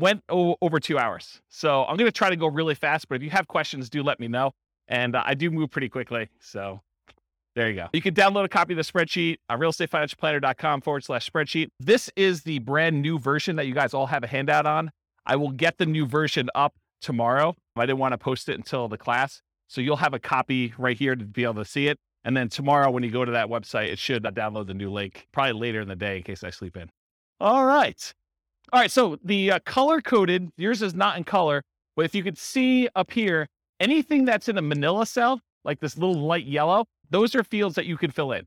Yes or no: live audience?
yes